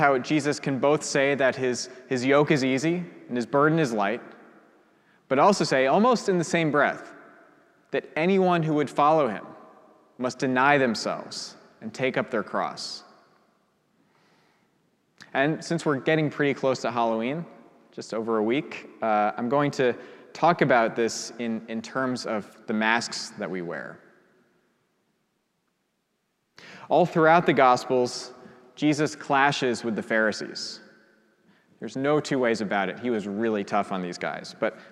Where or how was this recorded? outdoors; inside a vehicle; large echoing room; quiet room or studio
large echoing room